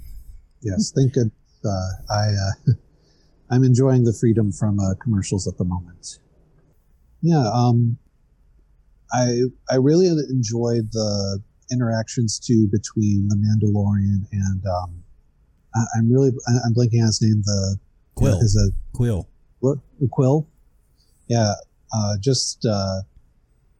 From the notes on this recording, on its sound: More Mandalorian talk among some general ramblings and technical difficulties. Join us for this pipe club style video/podcast.